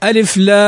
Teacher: لأنه أدغمنا ميم اللام في الميم التي بعدها، فقلنا في القراءة ألف لام، هذا الآن شدة، فلام حرف لازم، فلام مد لازم حرفي مثقل لأنه شدد وأدغم فيما بعده